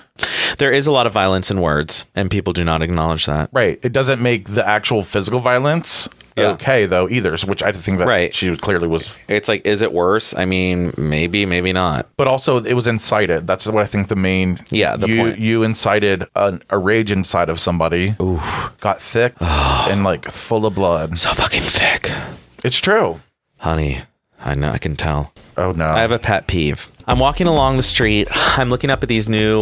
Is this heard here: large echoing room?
no